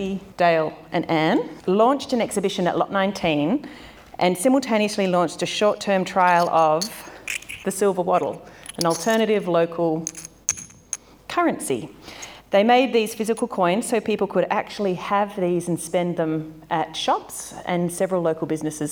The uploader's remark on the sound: The audio in this episode was recorded at a live event that was held as part of the Castlemaine fringe arts festival